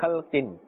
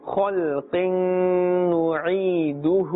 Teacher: خَلْ with a full mouth, a thicker tone. · Shown in: second take